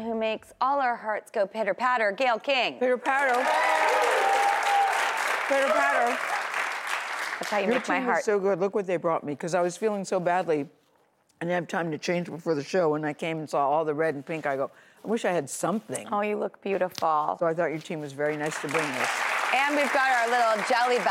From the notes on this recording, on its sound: we've filled the entire studio audience with singles looking to make a love connection